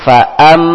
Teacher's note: a mim bertasdid. Jadi fa am maka berdengung. Maka ditahan dua harokat.